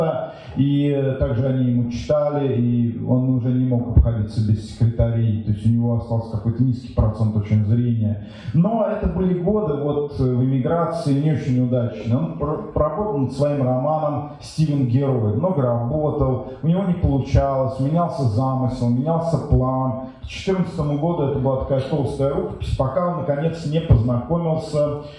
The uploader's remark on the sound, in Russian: Лекция в рамках VII Международного арт-фестиваля «САД ГЕНИЕВ»